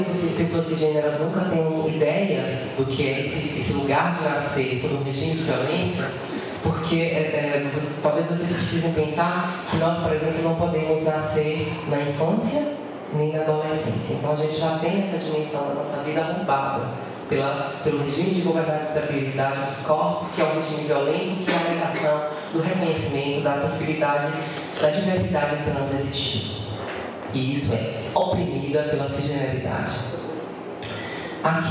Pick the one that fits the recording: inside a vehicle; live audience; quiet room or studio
live audience